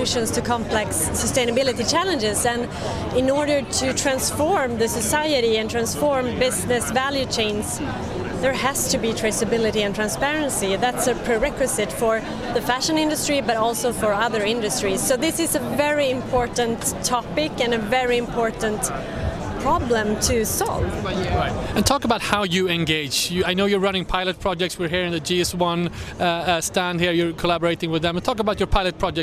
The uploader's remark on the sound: We are visiting Swedens bigest tech event, the Tech Arena, that took place last week and the Swedish national arena in Stockholm. We will hear from entrepreneurs, innovators, and investors on the show floor.